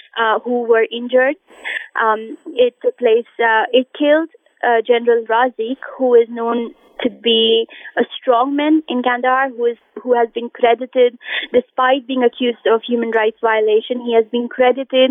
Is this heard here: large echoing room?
no